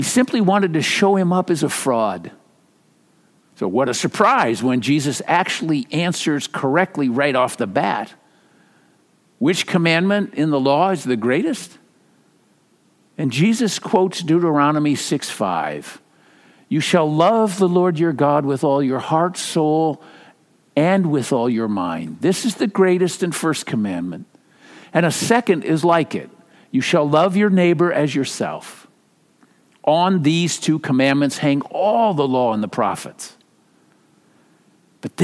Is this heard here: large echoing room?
yes